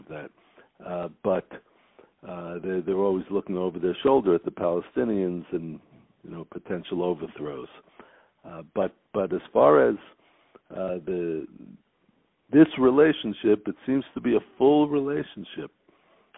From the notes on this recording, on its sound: On the phone